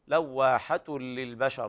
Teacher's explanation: وهنا إدغام بغير غنة كامل لوقوع اللام بعد التنوين، للبشر يا لا تقل للبشر، بعض الناس يفخم الباء وهذا خطأ شائع عند عوام الناس.